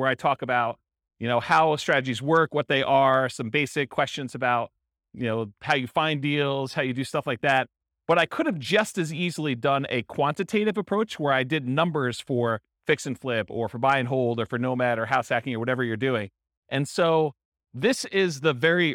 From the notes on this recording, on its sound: This was a live class recorded. Roanoke, Virginia. Live in-person version.